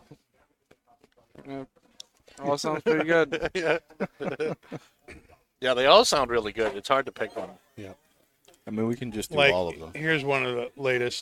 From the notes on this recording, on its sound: Recorded live from the 7-20-4 Lounge!